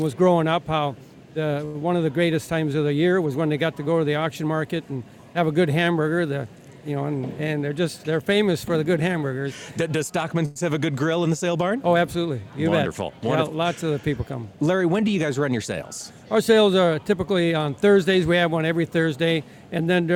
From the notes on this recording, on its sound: AOA was on location today at the NCBA convention in Houston, broadcasting from the Christian Hansen booth.